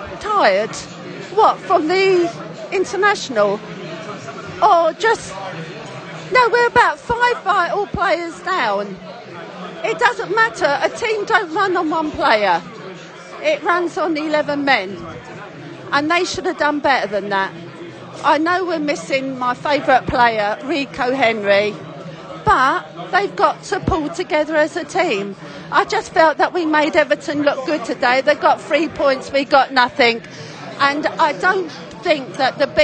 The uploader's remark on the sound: post-match podcast from the stands